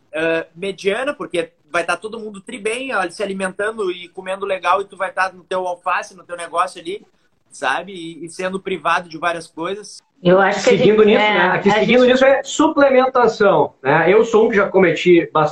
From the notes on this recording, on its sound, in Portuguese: Live realizada no Instagram